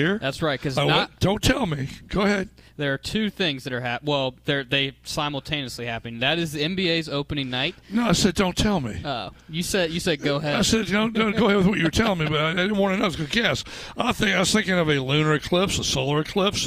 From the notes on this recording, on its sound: live at the Country Club of Virginia for the Dominion Energy Classic